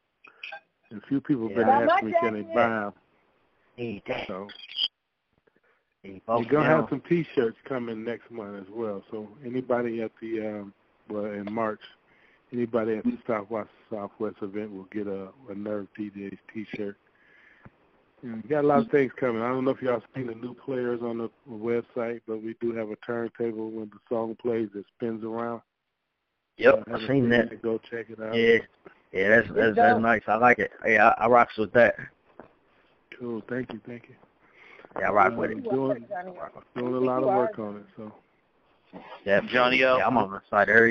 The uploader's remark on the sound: NerveDJs Jan 16th Conference Call